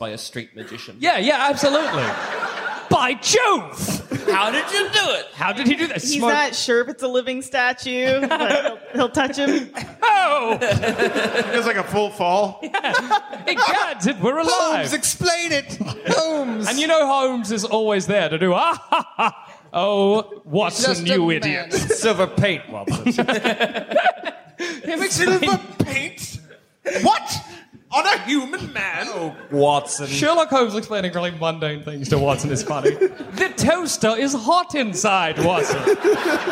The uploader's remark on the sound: Recorded live from Sydney.